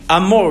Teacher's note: So meaning that the nekudah that really is the pronunciation of the mem, because the O in Amor is really a vowel attached to the mem, you don't hear the Vav in there at all